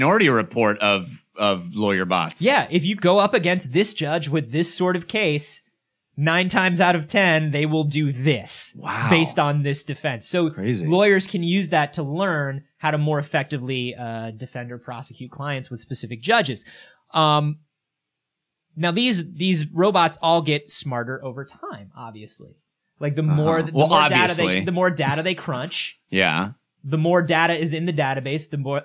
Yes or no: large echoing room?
no